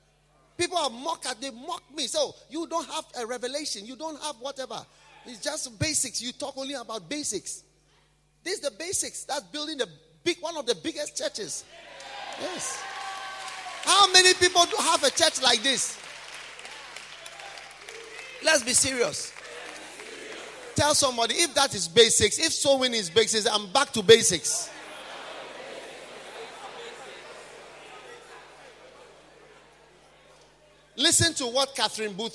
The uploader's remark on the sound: Preached at a BENMP service in London, UK